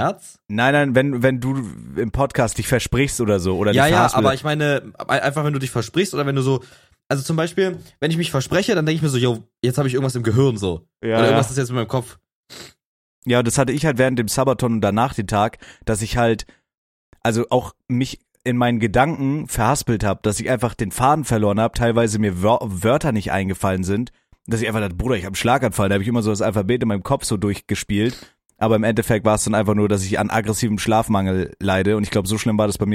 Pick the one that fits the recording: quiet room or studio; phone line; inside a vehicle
quiet room or studio